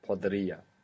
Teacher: Of course it was podería, but many years of podería, podería, podería, podería, the E fell away.